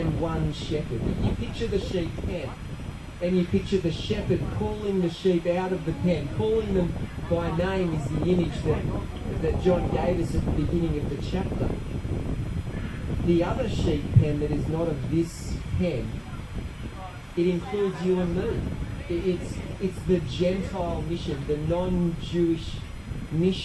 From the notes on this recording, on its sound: Apologies for the audio quality on this recording